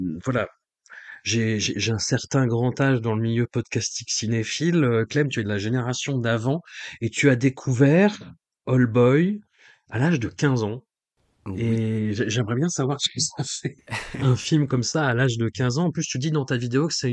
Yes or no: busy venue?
no